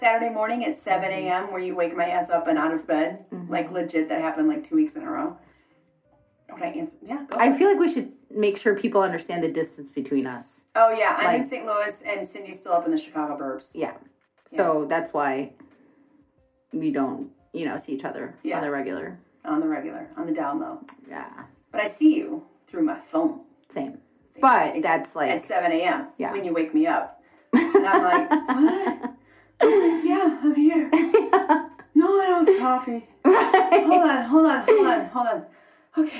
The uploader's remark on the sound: I traveled to the Chicago burbs to record this episode. We picked the bathroom as the place to record. I knew we should've gone in a closet, and it just skipped my mind. Sorry the sound quality isn't the greatest on this one.